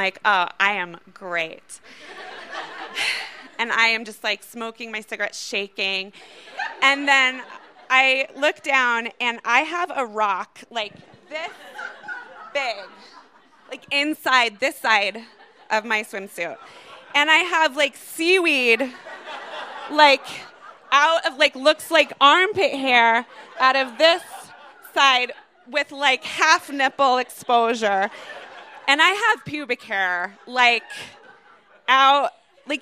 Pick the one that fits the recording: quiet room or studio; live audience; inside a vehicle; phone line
live audience